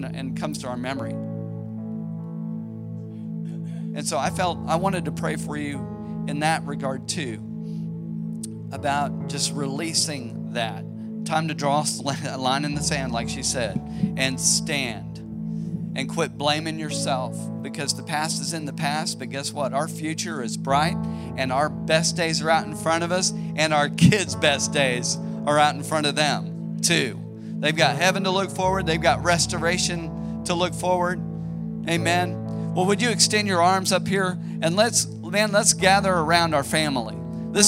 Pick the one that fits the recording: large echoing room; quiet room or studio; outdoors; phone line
large echoing room